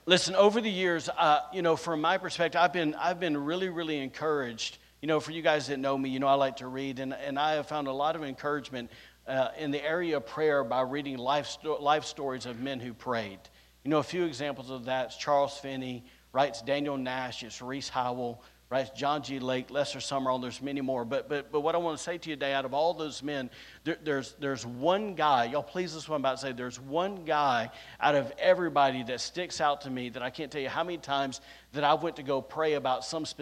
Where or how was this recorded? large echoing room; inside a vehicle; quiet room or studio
large echoing room